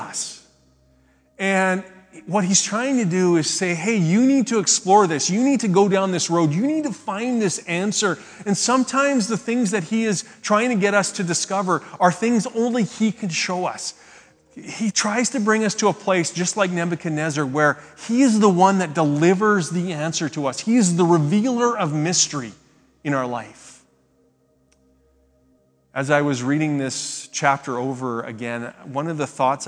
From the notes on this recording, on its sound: speaks at SouthRidge Fellowship, a Langley church